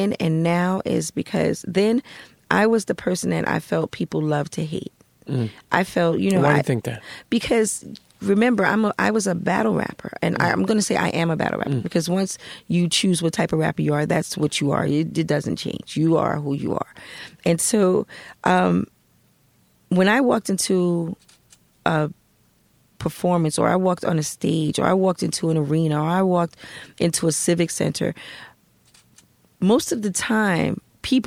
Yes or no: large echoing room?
no